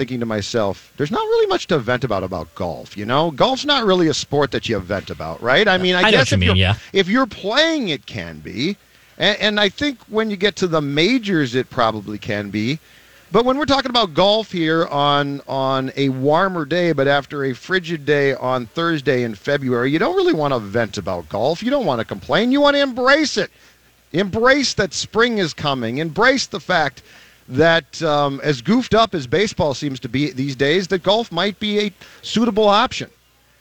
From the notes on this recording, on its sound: live from the Minnesota Golf Show